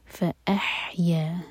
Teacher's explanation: حا کی آواز کلیئر آئے حلق سے